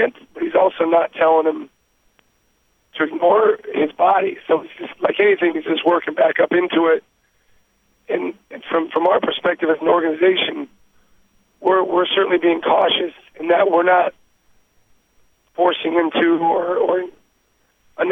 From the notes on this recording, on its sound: Conference Call